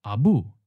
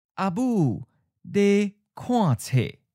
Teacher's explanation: Bu in the original tone and marks the end of the subject.